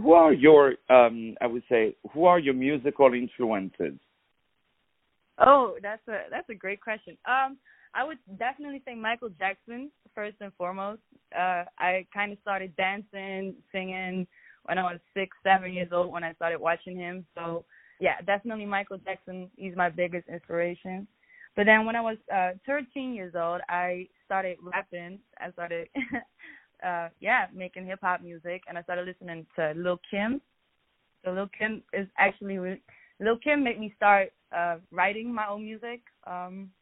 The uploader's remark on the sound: On the phone